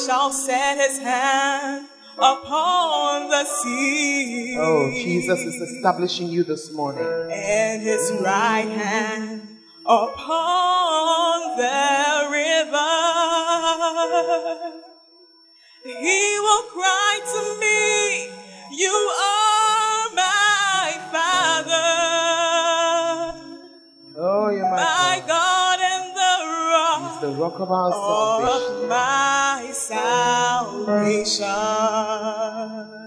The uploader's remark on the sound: Preached At The Fountain of Life Cathedral (The Presence Service)